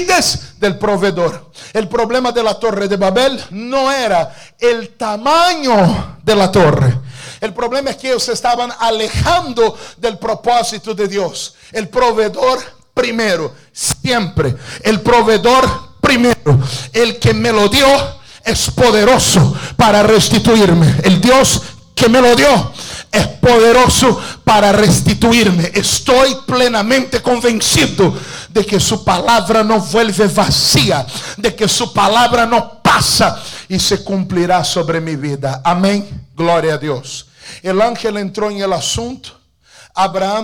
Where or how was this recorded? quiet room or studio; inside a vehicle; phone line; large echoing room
large echoing room